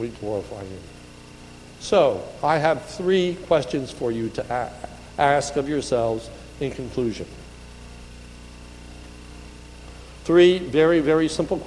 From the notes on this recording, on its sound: This is a sermon recorded a the Lebanon Bible Fellowship Church in Lebanon, PA on 1/6/2019 during the morning service